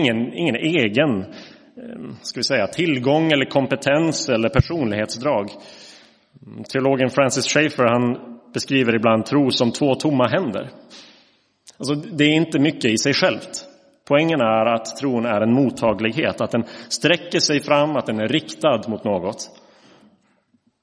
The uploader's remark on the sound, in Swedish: Inspelad i Roseniuskyrkan den 12 mars 2023.